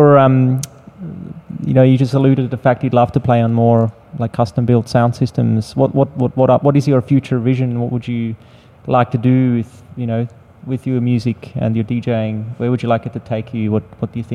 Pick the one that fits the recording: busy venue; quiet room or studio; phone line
busy venue